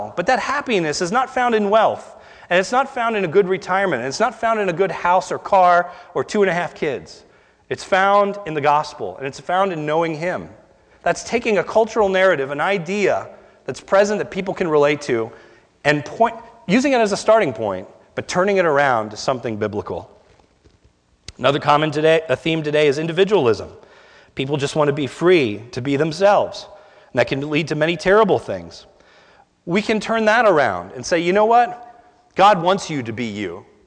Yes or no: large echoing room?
yes